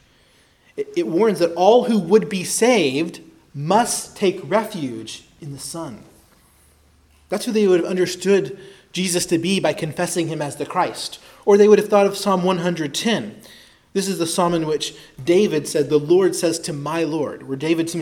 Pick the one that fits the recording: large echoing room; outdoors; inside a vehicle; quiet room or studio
large echoing room